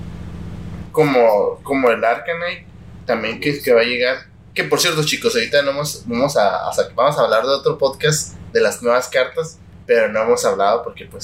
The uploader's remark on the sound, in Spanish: De antemano una disculpa por los problemas técnicos de audio en este episodio.